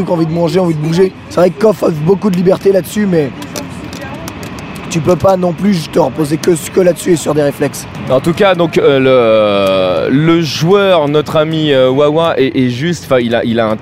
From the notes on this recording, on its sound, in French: dans le train qui les ramenait de leurs péripéties cannoises